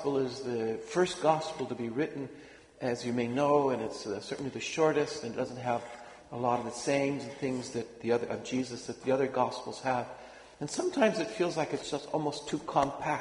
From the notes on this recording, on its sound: Homily delivered at Sacred Heart Church, Othello, WA. (Apologies again for the raspy voice!).